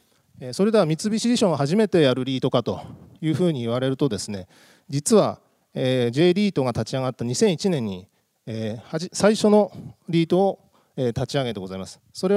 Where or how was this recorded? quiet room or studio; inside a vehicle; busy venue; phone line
busy venue